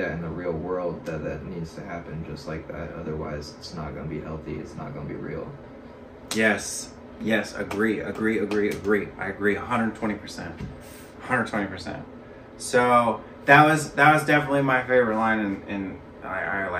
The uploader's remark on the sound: Please bear with us on the sound we did not find out till we were completely finished that our mics were not at all working.